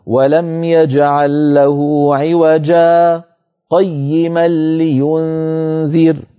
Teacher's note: إن أردنا أن نقف ونتنفس فلنا ذلك لأنها رأس آية، لكن إن أحببنا أن نصل هذه الآية بالتي بعدها فنصل كلمة عوجا بقيمة، عندئذ برواية حفص من طريق الشاطبي لابد من سكتة لطيفة هكذا: ولم يجعل له عوجا قيما لينذر. · سكتة يسيرة دون زمن التنفس